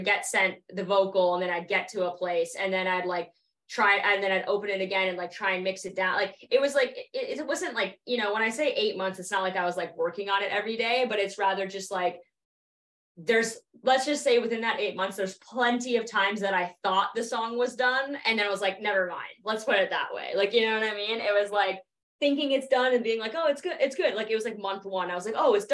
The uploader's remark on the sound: via Zoom for an interview